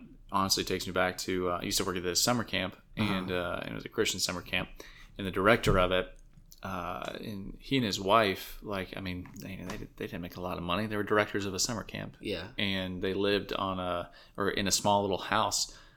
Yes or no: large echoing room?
no